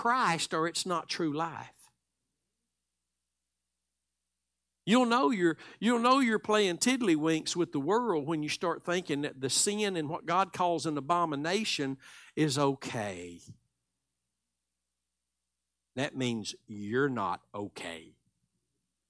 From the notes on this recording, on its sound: Live Sunday Morning Service